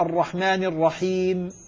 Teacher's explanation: هنا الياء ساكنة والميم ساكنة التقى ساكنان · Term: التقاء الساكنين وقفا